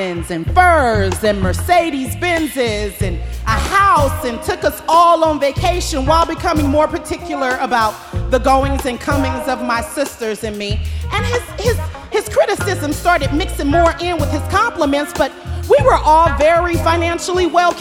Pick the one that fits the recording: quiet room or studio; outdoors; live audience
live audience